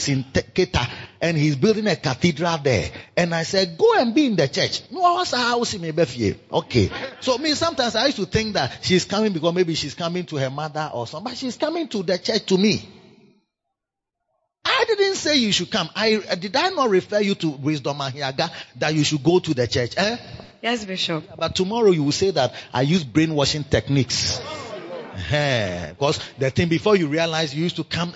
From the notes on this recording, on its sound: Preached at the Makarios Shepherds Impartation Service